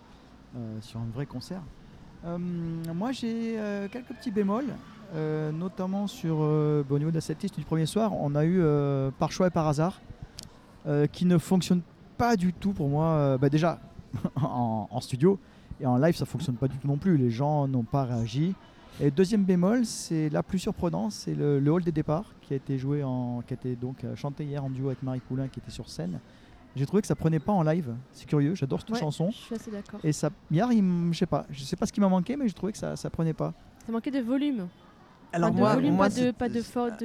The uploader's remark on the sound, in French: Bienvenue dans cet épisode particulier enregistré sur un trottoir et dans un "restaurant".